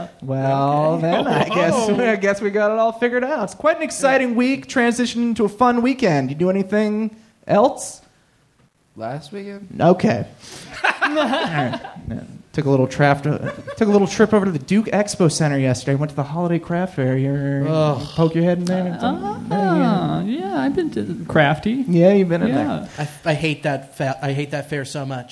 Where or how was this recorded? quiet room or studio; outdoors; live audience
live audience